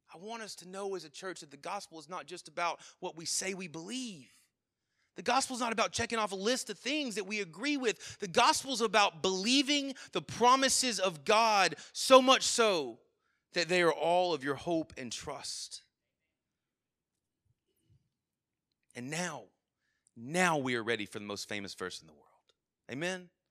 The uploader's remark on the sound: Sermon Audio from our Worship service